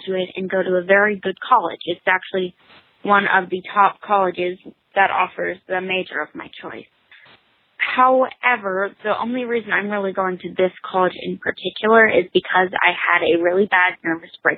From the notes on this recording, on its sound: A candid, live call with a listener.